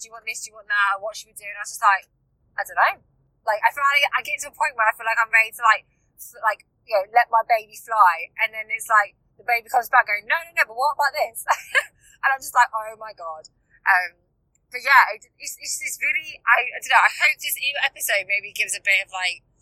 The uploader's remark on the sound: Whilst I am in the car on the way back from the launch photoshoot.